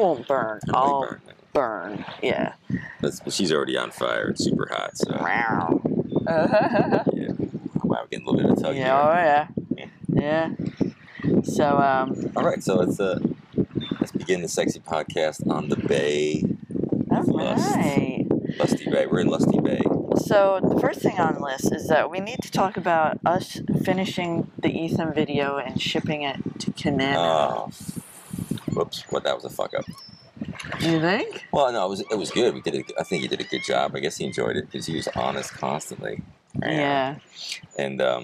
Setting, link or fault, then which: fault, wind noise